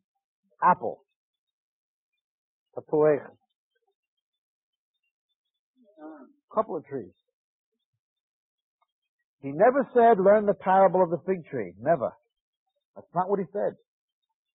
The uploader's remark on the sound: This five-part series was recorded at a conference sometime between 1996 and 2002.